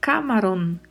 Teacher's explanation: O A é mais aberto, né?